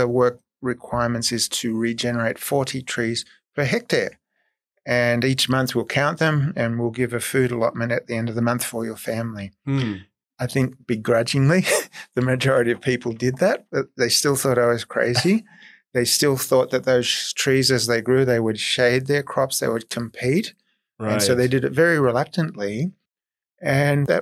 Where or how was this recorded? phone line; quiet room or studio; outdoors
quiet room or studio